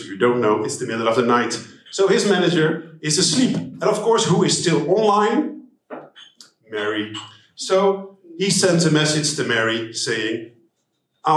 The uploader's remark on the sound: Not only are we shooting live from our Global Payroll networking event in Amsterdam. The guests at our live interactive session.